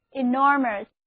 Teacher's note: 重音放在第二个音节上，单词就读作 enormous